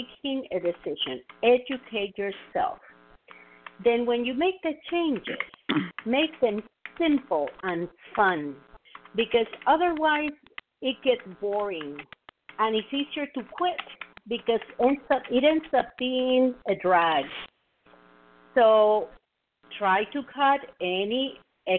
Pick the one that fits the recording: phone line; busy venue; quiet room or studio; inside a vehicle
phone line